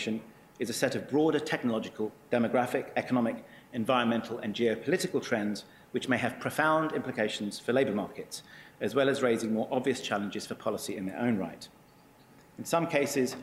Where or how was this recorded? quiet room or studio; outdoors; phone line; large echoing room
large echoing room